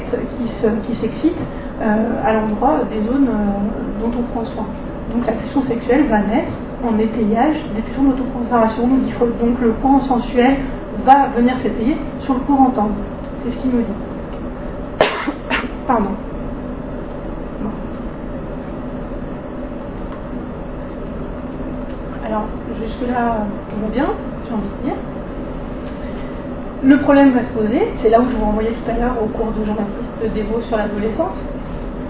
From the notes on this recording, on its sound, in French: Désolés pour le bruit de fond de cet enregistrement.